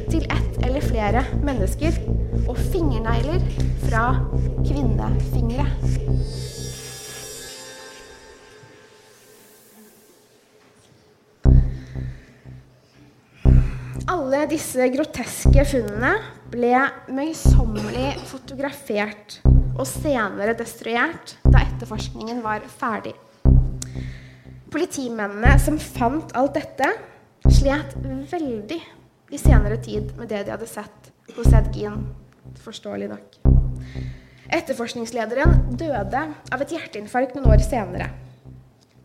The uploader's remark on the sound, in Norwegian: Live fra Gamlebyen Gjestgiveri. I et liveopptak fra vakre Gamlebyen i Fredrikstad.